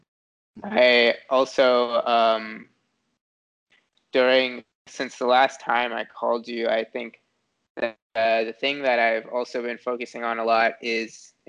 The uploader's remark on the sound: Skype calls. The date in the title indicates the date the call was recorded.